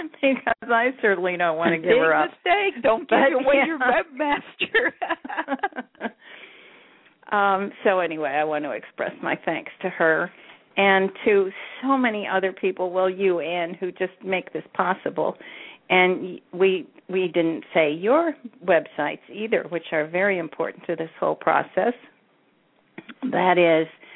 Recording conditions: phone line